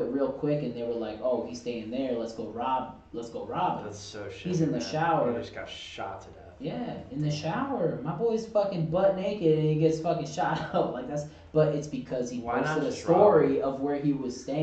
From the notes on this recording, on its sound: Burps & Technical Difficulties. Sorry for the unfortunate sound quality in this episode. I am working tirelessly on resolving this sound issue.